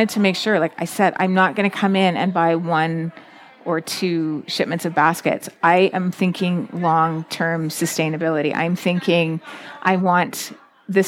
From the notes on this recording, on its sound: In this exclusive live interview series from Twist 2023. These interviews, set against the lively backdrop of Twist, bring the festival's vibrant spirit directly to your ears.